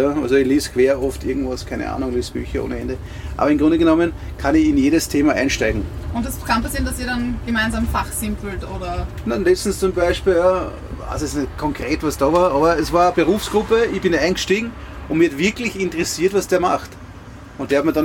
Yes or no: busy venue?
yes